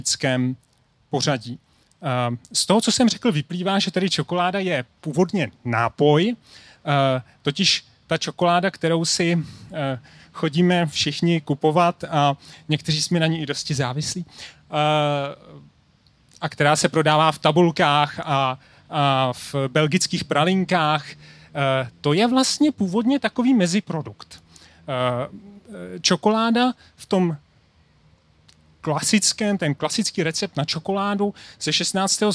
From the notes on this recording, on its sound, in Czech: Science Café venku. Akce probíhá pod záštitou Městské části Praha 2.